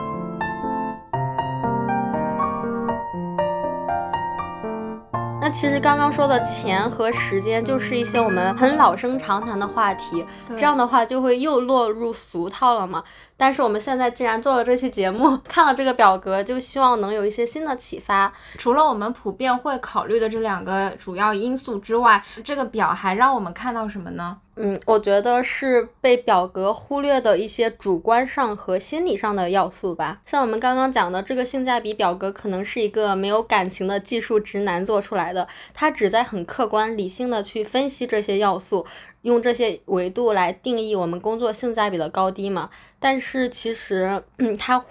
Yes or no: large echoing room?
no